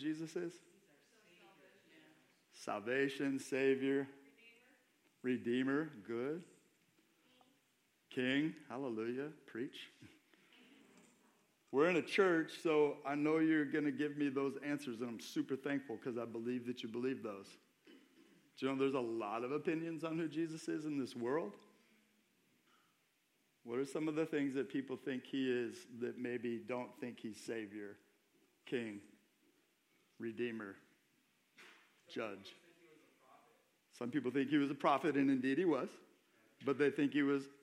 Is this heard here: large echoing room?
yes